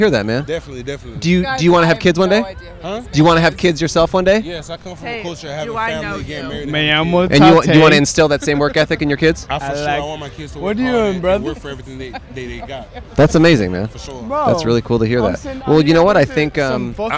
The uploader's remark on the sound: Nightlife in Austin. Recorded 4/21/2023 on E 6th street in Austin, TX.